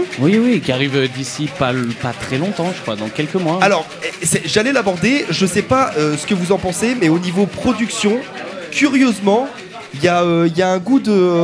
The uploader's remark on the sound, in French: Enregistrée par HRZ Records. Cette émission a été enregistrée au Keystone Pub à Clermont Ferrand.